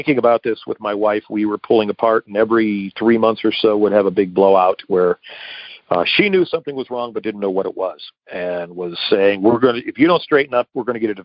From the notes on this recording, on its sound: Akron OH. Noon Phone Speaker Meeting.